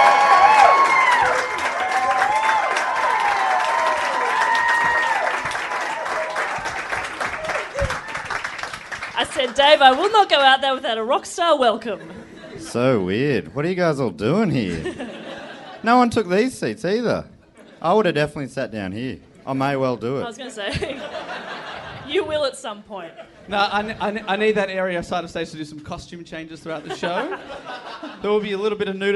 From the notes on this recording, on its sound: Recorded live in Melbourne.